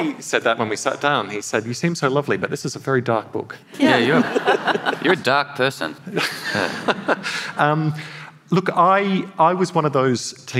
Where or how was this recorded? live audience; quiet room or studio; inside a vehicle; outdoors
live audience